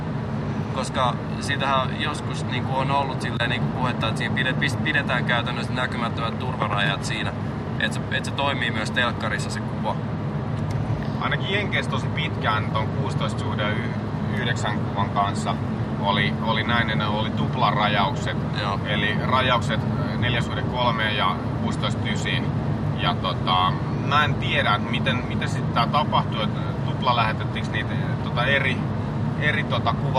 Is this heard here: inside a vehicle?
yes